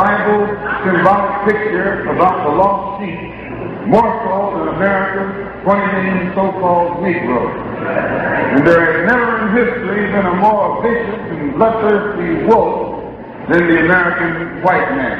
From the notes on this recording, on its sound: Abyssinian Baptist Church June 12 1963